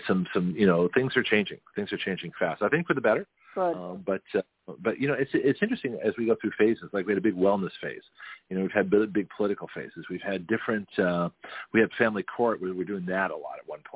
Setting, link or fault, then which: link, phone line